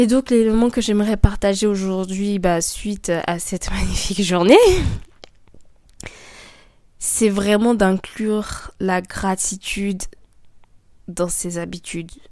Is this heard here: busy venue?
no